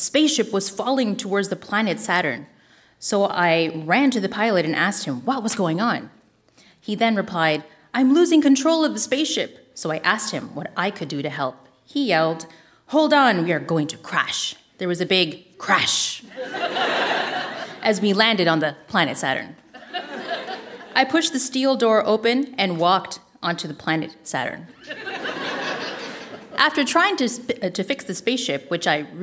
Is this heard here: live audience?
yes